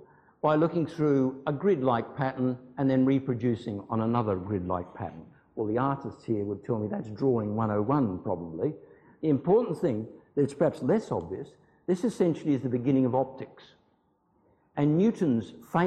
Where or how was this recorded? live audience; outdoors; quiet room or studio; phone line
live audience